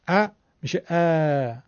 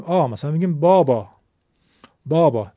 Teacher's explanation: یعنی اگر ما بیایم فتحه فارسی رو که میگیم ا، اگر این فتحه فارسیمون رو بکشیم دو برابرش بکنیم، الف فارسی نمیشه